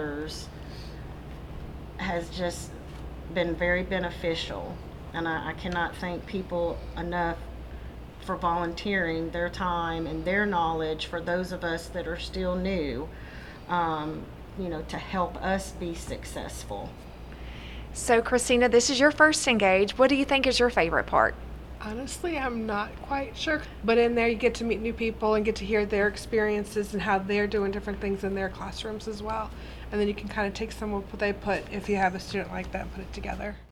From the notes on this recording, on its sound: This 5th and final Season 2 Episode was recorded live from The ENGAGE22 Conference.